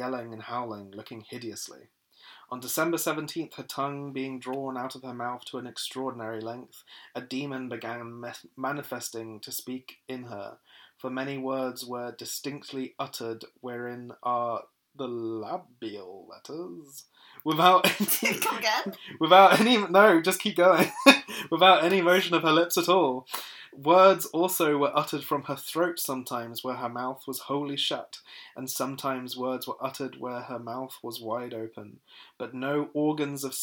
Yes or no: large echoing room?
no